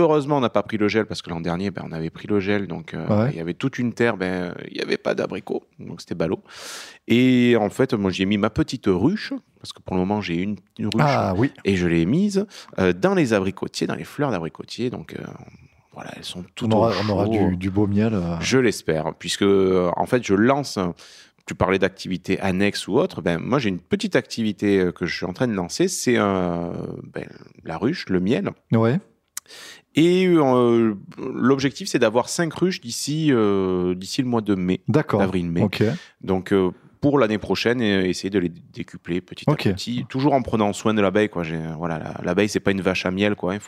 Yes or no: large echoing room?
no